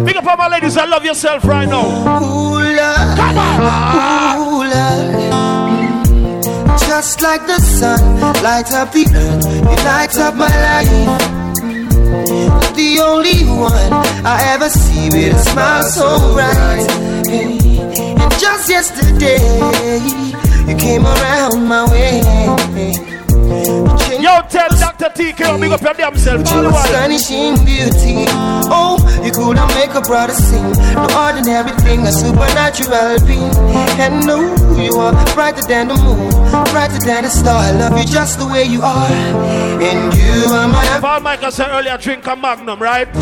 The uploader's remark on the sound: Live audio from Island Saturdays